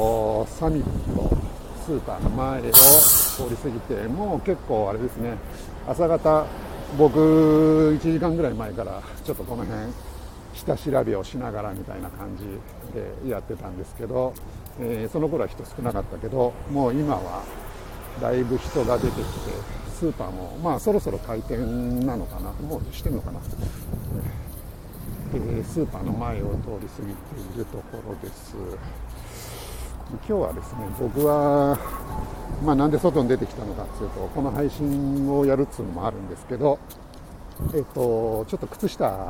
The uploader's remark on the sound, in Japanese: tokyo walk&eat radio LIVE 東宝スタジオから大蔵大仏